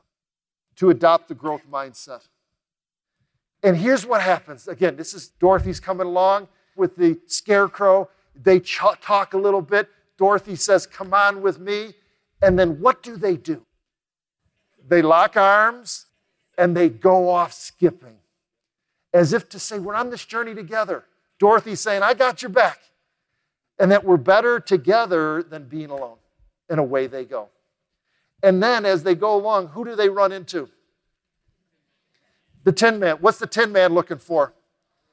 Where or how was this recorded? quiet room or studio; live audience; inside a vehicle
live audience